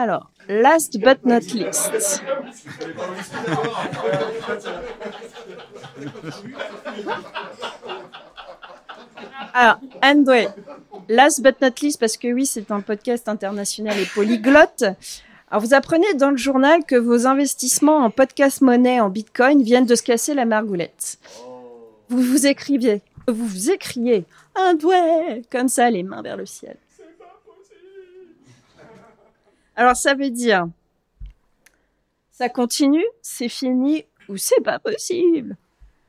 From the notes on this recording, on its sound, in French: Cet épisode a été enregistré en public, à l’occasion de Podcastres, organisé par l’asso Badgeek.